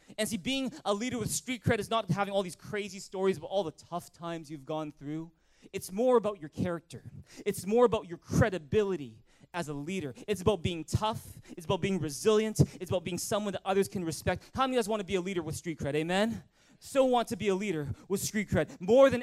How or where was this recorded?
large echoing room